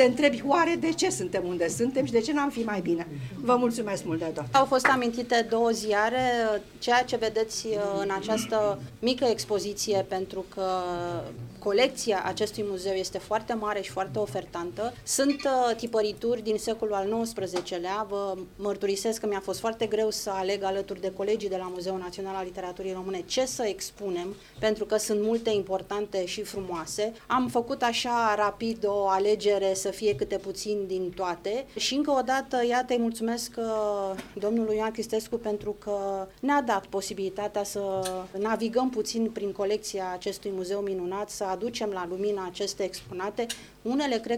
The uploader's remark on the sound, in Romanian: Înregistrare de la eveniment.